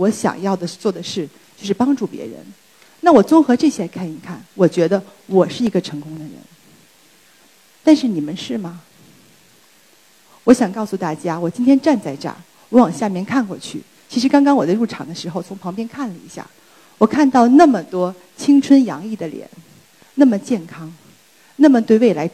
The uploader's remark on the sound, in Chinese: 今天在一刻演讲的舞台上分享我的故事。